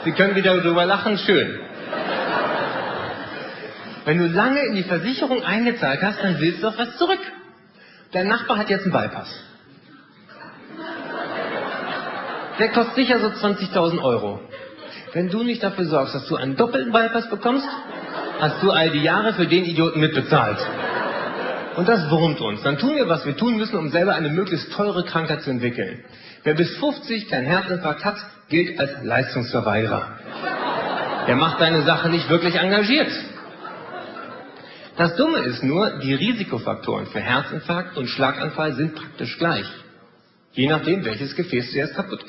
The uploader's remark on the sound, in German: Live-Mitschnitt aus dem Neuen Theater Höchst, Frankfurt/Main.